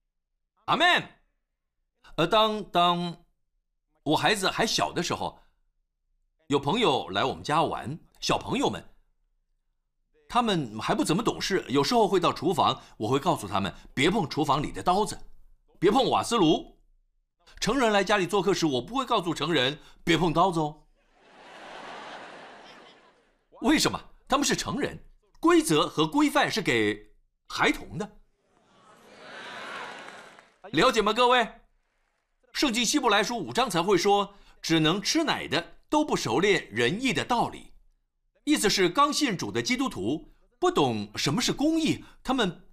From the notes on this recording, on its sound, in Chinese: 湖木教会现场实录